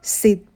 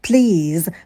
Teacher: В слове sit – краткий и. Please – долгий и. И вот как он делает, да, вот эту волну вытягивает звук.